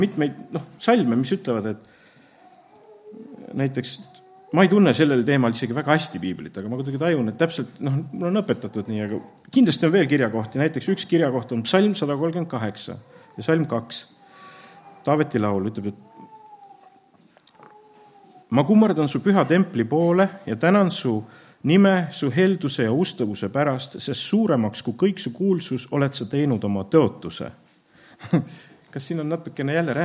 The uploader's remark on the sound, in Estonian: Audio salvestus koosolekult